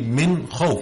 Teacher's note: We have the noon with the sukun. After it is the kha, which is one of the letters of the throat. So there's no gunna. You should say Min Khawf, should be apparent.